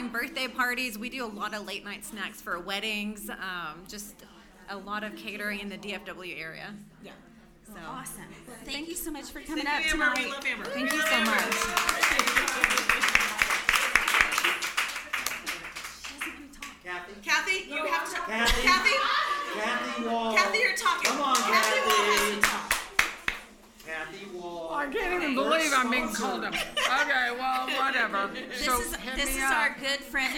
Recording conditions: busy venue